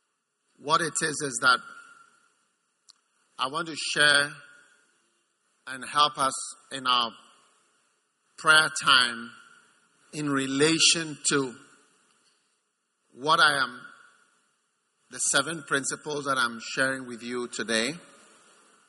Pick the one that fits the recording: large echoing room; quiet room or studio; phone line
large echoing room